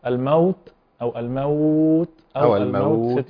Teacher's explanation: يمد حركتان وأربع حركات وست حركات، فيمكن هنا أن نقرأ الموت أو الموت أو الموت يعني حركات. · Term: حرف لين